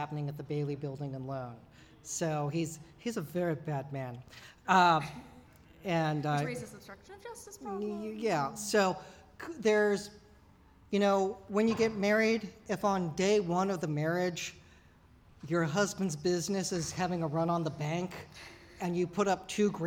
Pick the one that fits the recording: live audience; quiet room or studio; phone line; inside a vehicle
live audience